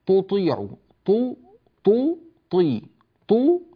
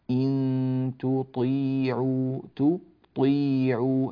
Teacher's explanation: التاء هنا مرققة جاء بعدها حرف الطاء المفخمة، الطاء هنا لابد ألا تؤثر بقوتها وتفخيمها على التاء التي قبلها · Shown in: second take · يعني لا يصلح أن نقول تطيع طو طو طي طو هكذا صارت التاء طاء تطيع، هذا غير صحيح، ولابد أن يأخذ حرف الطاء حقه من التفخيم، ولا يكون الطاء من الحروف التي يعني تضعف بسبب كسرها.